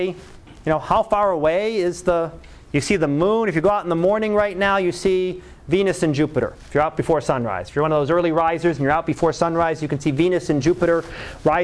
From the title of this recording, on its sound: Live Class Lecture